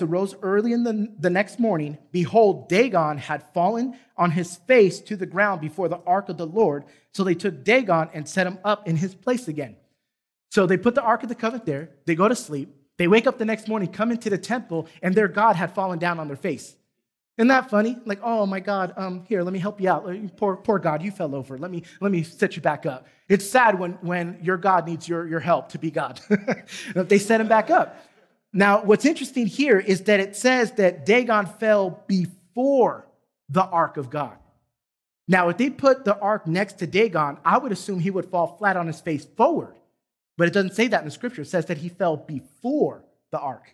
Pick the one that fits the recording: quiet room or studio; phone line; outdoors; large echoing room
large echoing room